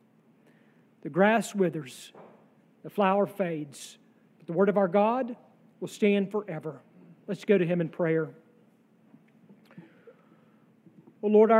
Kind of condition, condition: setting, large echoing room